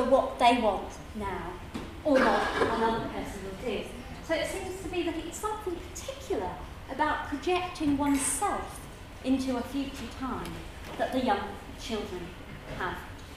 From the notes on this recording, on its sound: Given at the Cambridge Science Festival 2013 main Saturday.